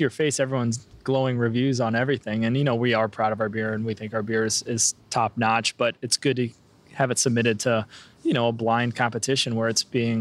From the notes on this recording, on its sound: Recorded on location at Wander Brewing, Bellingham, WA